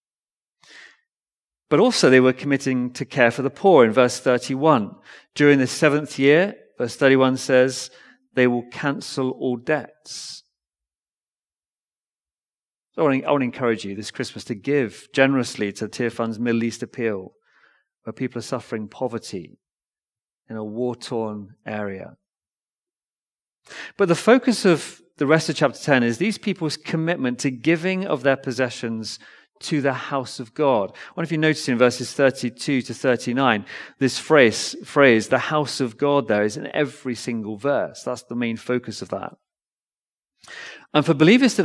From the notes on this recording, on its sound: Recorded Live stream Sermon from Binscombe Church (BWS) 10th December 2023